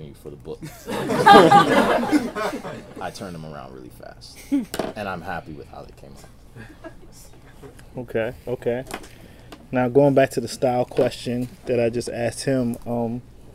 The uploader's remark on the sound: At Fantom Comics in Washington DC. Much thanks to Fantom Comics for hosting this panel.